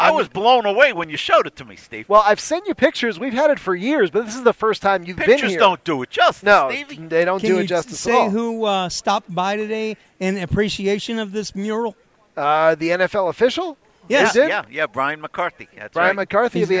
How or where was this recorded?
busy venue